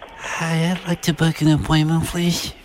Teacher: I describe it as Minnie Mouse with a vocal fry.